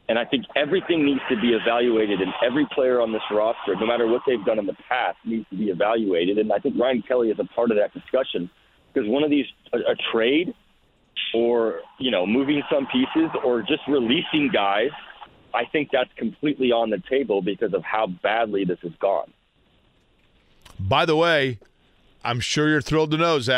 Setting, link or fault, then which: link, phone line